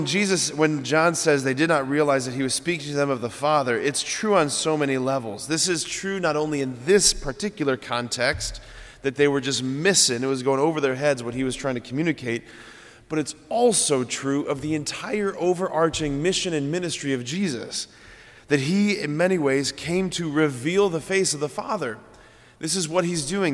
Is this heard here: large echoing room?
yes